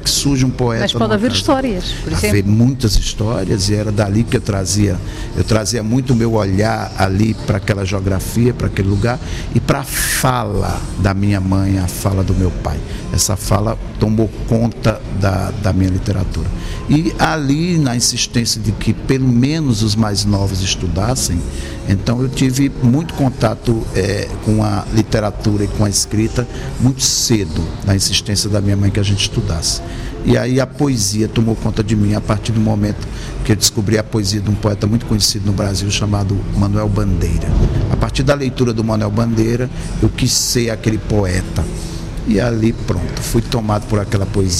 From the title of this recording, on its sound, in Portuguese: em direto do Festival Literário da Madeira